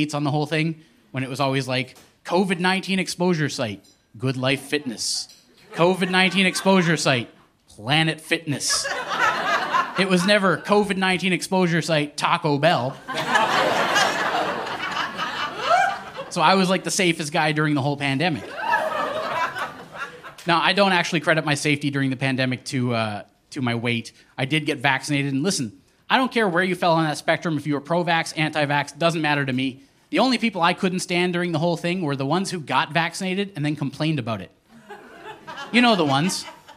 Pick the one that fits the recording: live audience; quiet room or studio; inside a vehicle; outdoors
live audience